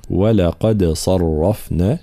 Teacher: ترقيق الواو واللام ثم تفخيم القاف، دال مرققة ومقلقلة، ثم نرجع إلى تفخيم الصاد والراء.